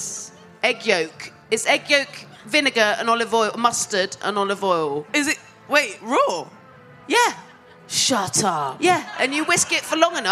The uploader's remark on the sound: Live at Latitude. Recorded LIVE FROM LATITUDE FESTIVAL 2023.